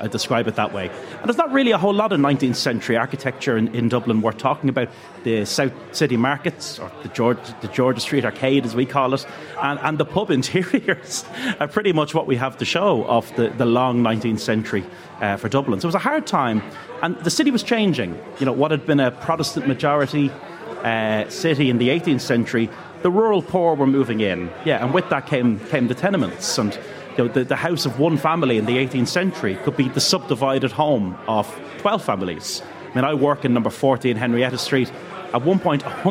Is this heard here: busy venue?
yes